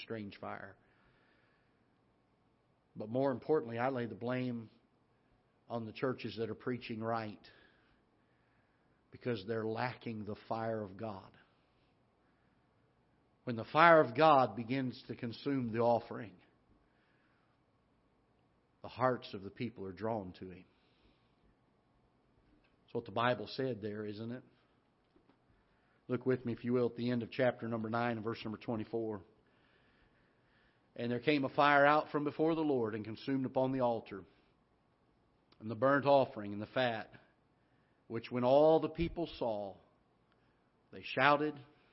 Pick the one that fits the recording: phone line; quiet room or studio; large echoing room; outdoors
large echoing room